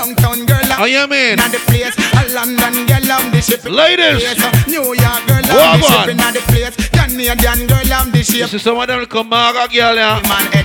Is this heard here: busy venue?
yes